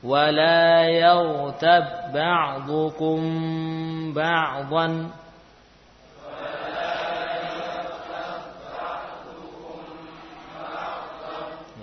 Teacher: mimnya tetap ada. Bahkan ditambah ukuran gunnahnya. · Term: Ikhfa Syafawi